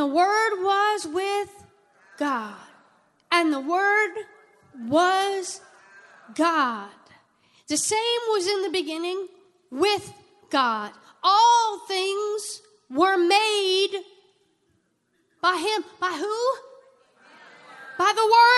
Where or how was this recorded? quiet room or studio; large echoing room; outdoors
large echoing room